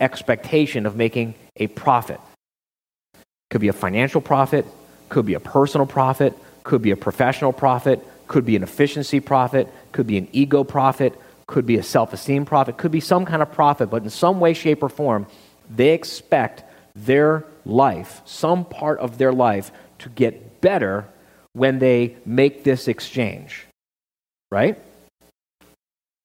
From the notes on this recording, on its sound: live quarterly meeting in July of 2014